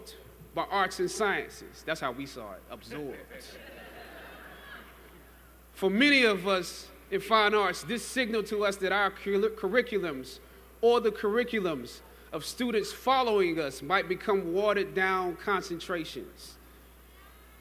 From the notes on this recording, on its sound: during Howard University's 150th Commencement Ceremony on Saturday, May 12 in Washington, D.